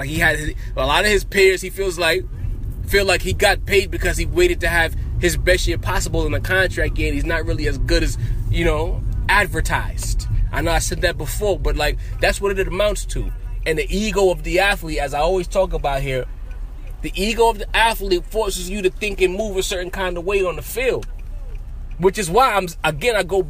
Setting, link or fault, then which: setting, inside a vehicle